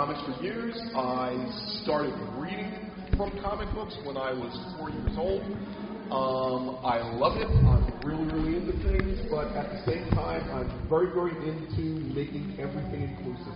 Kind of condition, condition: setting, busy venue